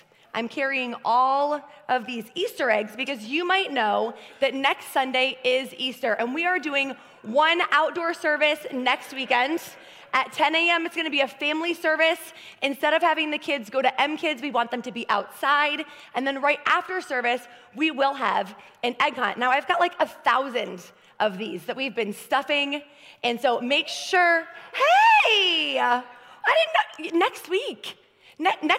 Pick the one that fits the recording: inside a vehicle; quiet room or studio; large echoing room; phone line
large echoing room